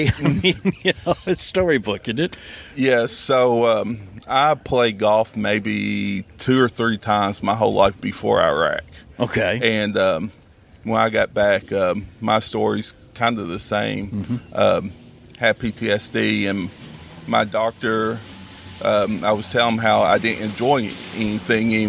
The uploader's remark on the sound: live from Prairie View Golf Course in Carmel, Indiana for the Capital Golf Amateur Tour’s Wounded Warrior Classic